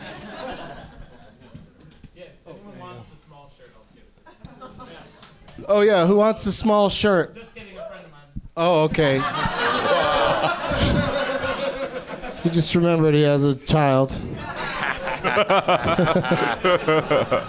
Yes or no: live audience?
yes